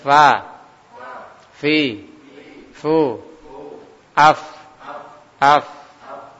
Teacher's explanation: Yakni bibir bagian dalam, bibir bawah bagian dalam, bukan bagian luar ini ditarik ke dalam, tidak ya, tapi bagian dalam tinggal kita mengangkat saja, mengangkat bibir bawah sehingga ketemu dengan ujung gigi seri atas